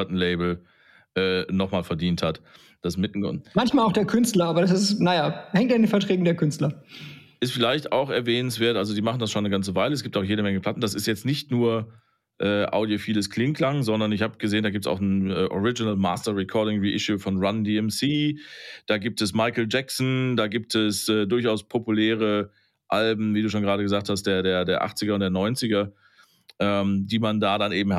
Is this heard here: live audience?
no